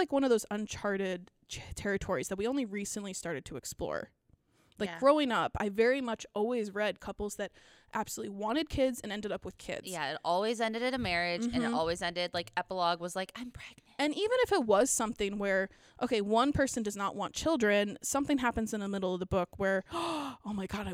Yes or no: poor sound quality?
no